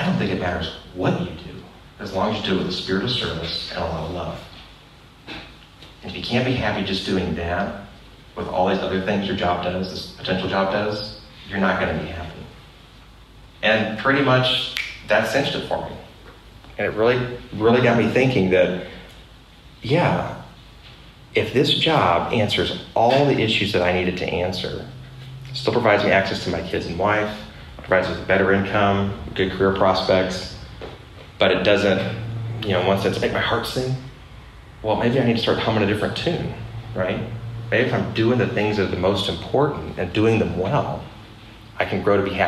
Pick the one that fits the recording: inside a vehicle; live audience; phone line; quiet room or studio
live audience